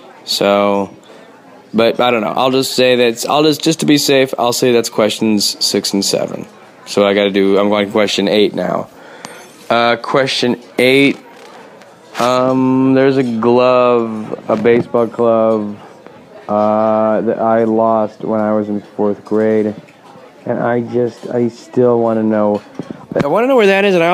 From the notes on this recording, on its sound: A mysterious man tries to record a podcast in a restaurant.